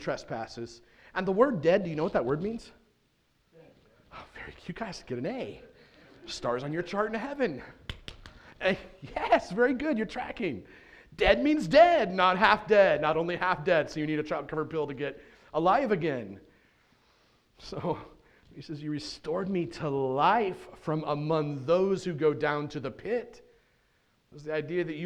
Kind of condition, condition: setting, large echoing room